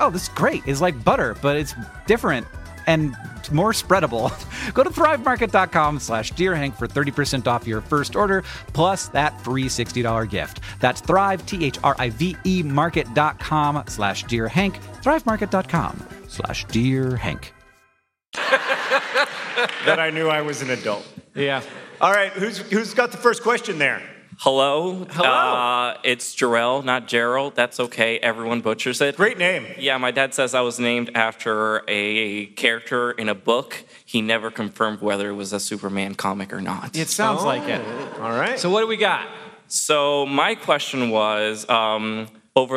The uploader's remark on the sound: Live From St. Petersburg, FL!